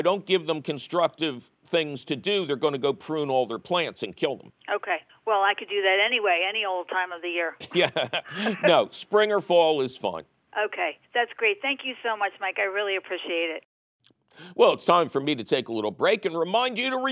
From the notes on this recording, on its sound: of course your Fabulous phone calls!